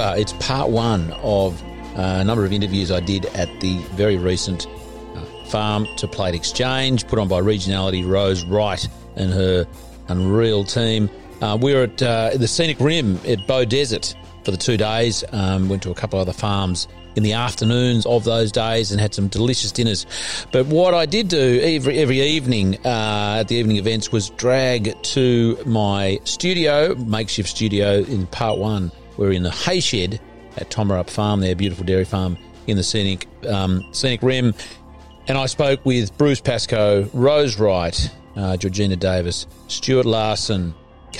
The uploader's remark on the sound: interviews a number of presenters at Regionality's 2021 'Farm2Plate Exchange' Conference